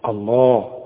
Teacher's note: علشان لام لفظ الجلالة المفتوح دائما مفخم